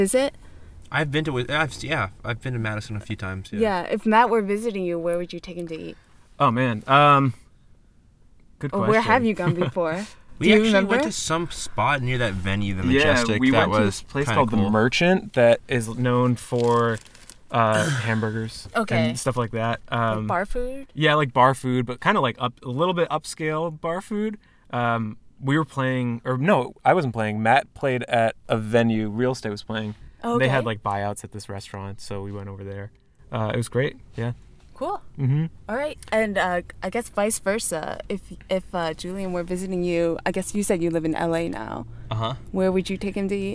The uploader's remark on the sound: Recorded August 9th, 2015 outside of the Great Scott in Allston, MA.